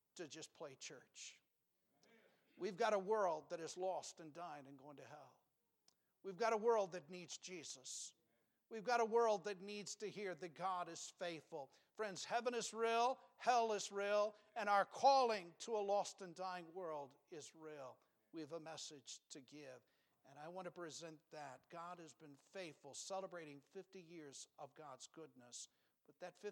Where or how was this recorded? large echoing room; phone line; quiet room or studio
large echoing room